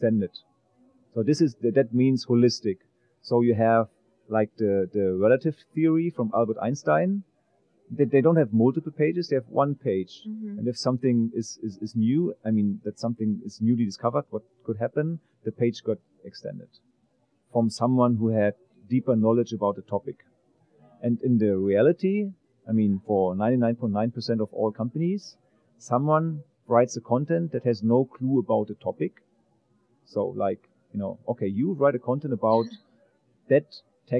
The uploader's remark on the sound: In this podcast recorded at Pubcon Las Vegas 2014.